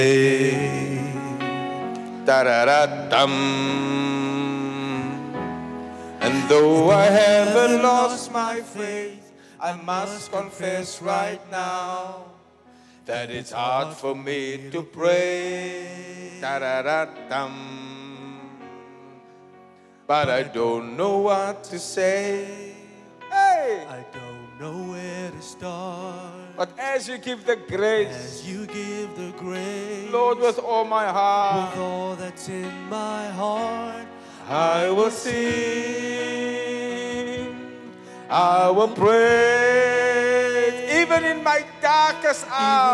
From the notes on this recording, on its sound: Preached at the Zion Sanctuary, Cape Town on the 20th August 2023